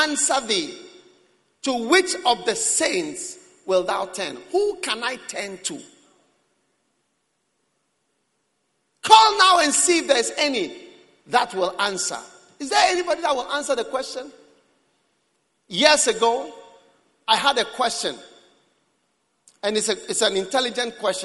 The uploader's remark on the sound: Preached at the Prophetic Encounter Service.